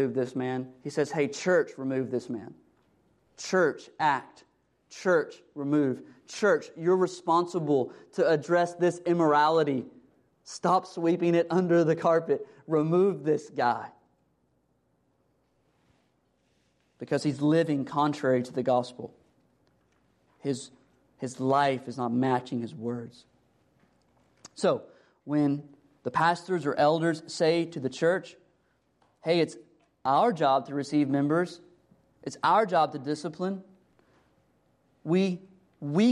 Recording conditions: large echoing room